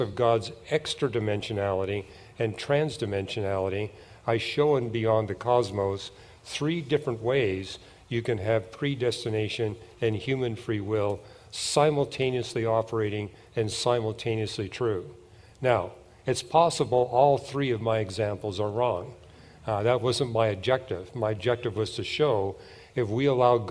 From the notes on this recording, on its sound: Q & A Session Pt 1 – 2023 E and A Apologetics Conference. The Question and Answer time at the 2023 Evidence and Answers Conference.